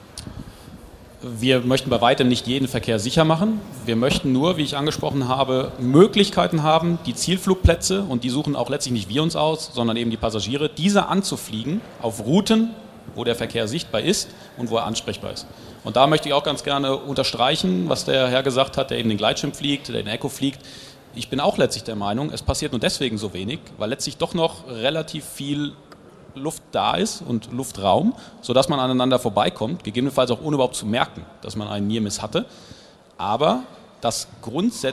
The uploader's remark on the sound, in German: Podiumsdiskussion auf der AERO 2019 zwischen Fluglotsen, Vertretern der Airline-Piloten und Vertretern der Allgemeinen Luftfahrt.